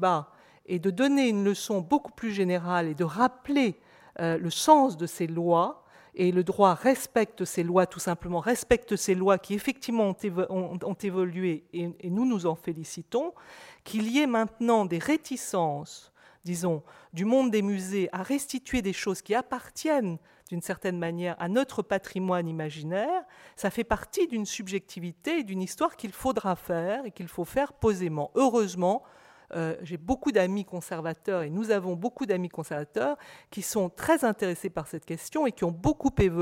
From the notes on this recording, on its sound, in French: Echanges entre les intervenants et le public, enregistrés le 22 janvier 2015 dans le cadre du colloque. « Patrimoines spoliés.